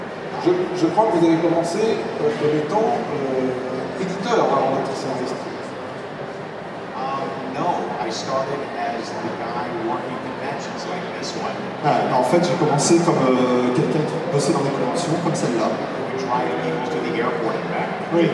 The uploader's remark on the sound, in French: Conférence TGS 2017